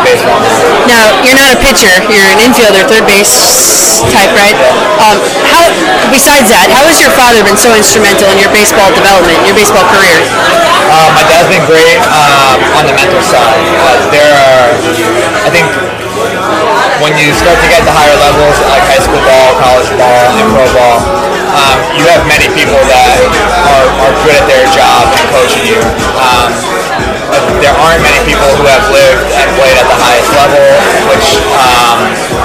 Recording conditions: busy venue